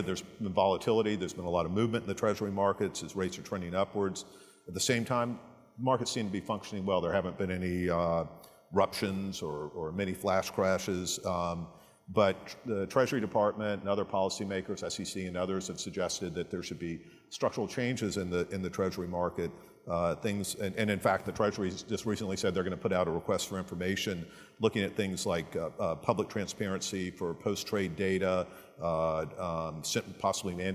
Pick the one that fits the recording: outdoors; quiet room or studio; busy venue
busy venue